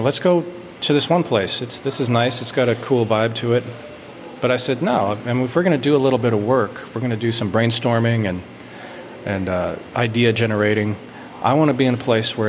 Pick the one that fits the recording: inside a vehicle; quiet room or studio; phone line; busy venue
busy venue